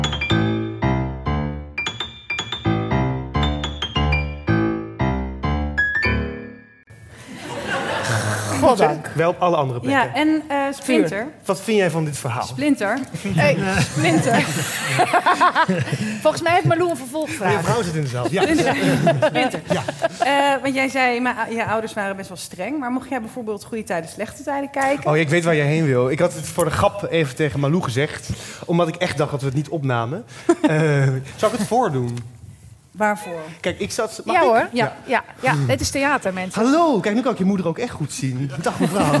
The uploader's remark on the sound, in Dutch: Live vanuit De Kleine Komedie. Live op het toneel van De Kleine Komedie.